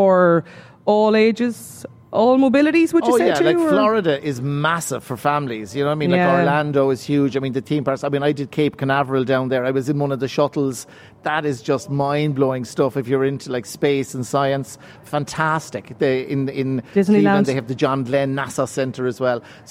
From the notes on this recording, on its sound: LIVE at the Friends Experience in Dublin